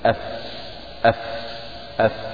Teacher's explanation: فالفاء تخرج من بطن الشفة أي السفلى مع أطراف الثنايا المشرفة · Term: مخرج الفاء